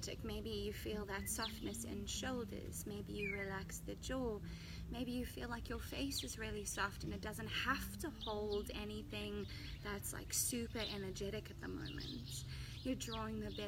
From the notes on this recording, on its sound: recorded live and outdoors.